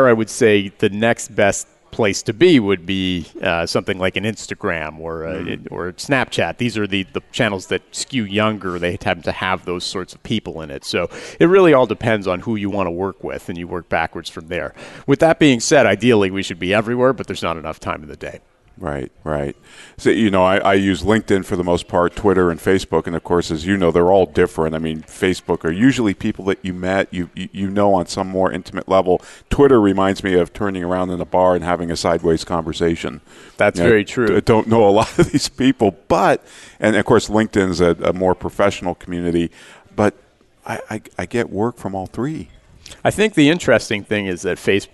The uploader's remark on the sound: Live Broadcast at the The IPBC IGNITE Conference.